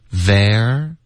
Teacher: 舌尖一定要碰到上齿，OK，导致一个摩擦音